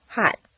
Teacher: a tea at the bottom of a staircase isn't pronounced at all